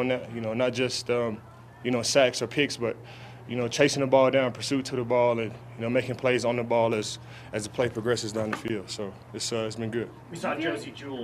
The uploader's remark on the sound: live from Broncos Training Camp